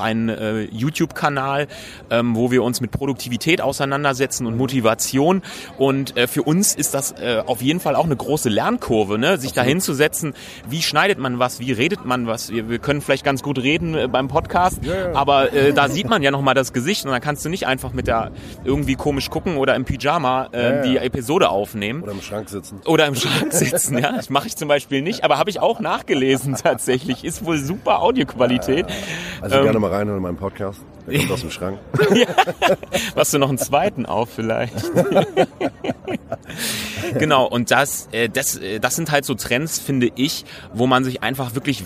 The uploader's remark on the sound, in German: LIVE Best of Events Messe. LIVE von der BEST OF EVENTS Messe in Dortmund. IPhone X.